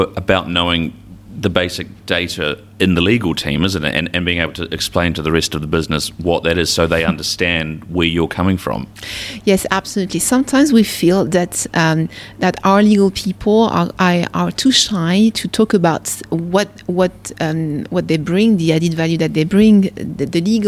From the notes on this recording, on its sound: Live from the GC Strategy Summit. Comes to you live from The Lawyer ’s recent GC conference in Bedfordshire. Join to tell listeners what they’re hearing behind the scenes at the conference.